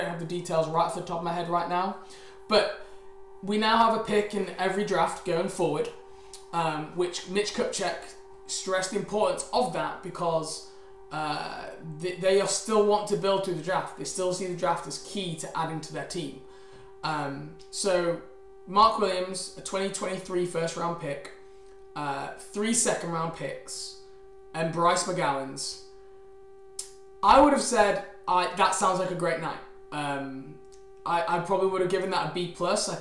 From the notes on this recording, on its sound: LIVE Draft Show. Apologies for the minor humming background noise, we are unsure why this is. We found if you turn the volume down it's more manageable.